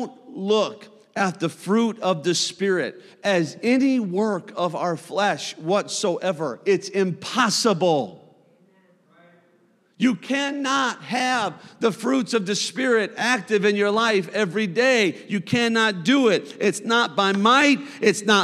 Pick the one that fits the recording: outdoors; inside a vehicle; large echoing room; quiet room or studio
large echoing room